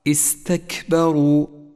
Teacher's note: تقوى هذه الكاف الضعيفة بصفة الهمس حيث يجري النفس معها فيوضحها